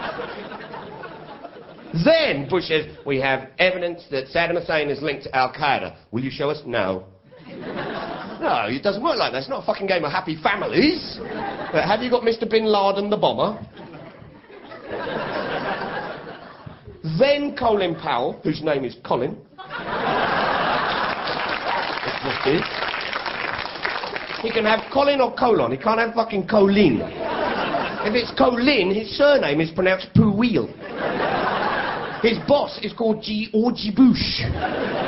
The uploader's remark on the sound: The Night War Broke Out was recorded live in Edinburgh on the evening the US and UK military started the invasion of Iraq.